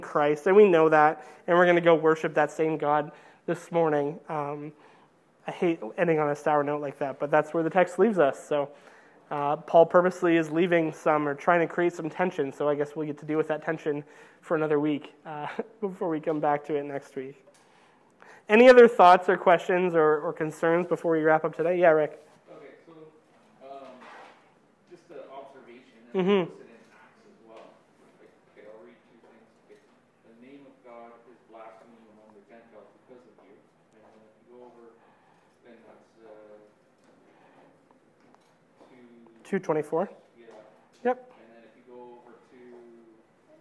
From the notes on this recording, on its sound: during the adult Sunday School class at Oakridge Bible Chapel